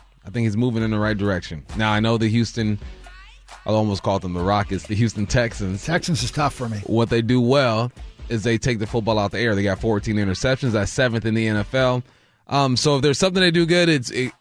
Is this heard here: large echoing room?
no